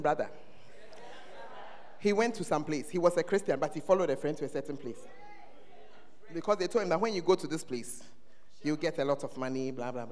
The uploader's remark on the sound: Preached at First Love Center; Ayeduase